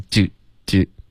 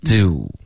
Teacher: Do 应该有滑动，刚发的好像 dodo，OK，就是嘴唇没有动，应该是有一个滑动 · Shown in: second take